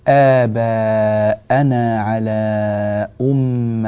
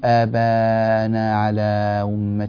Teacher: الهمزات يعني أحيانا تختل معك، يعني بحيث لا تصير ظاهرة واضحة. الهمزة لابد أن ينقطع فيها هكذا الصوت، صوت الهمزة بقطع الحنجرة · Shown in: first take · فتقول آباءنا على أمة هكذا، لكن لما تقول آباءنا على أمة هكذا الهمزات ضعيفة.